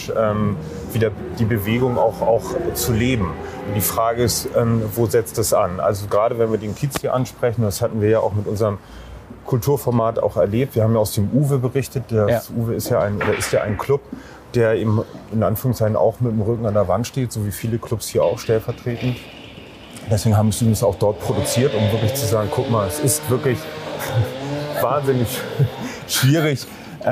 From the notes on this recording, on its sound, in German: Auf einen Spaziergang. Über die Reeperbahn spaziert.